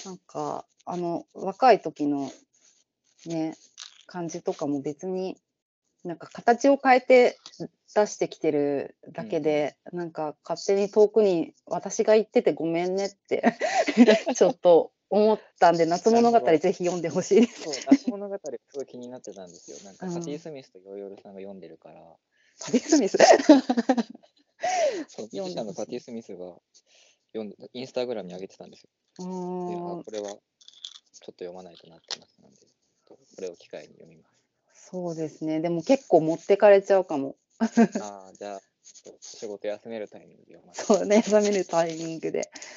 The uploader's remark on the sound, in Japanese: Skype収録